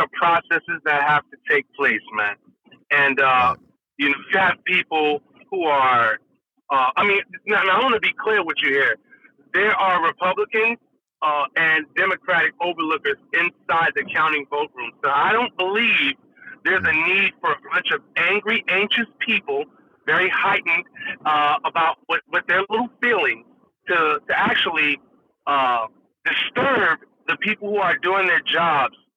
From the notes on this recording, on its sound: Two guest call in to speak their minds!